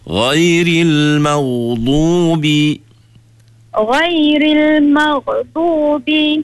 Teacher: Yang kedua, suara ghain jangan putus. Dia kena hidup suara dia. Dia panggil huruf rokhawah.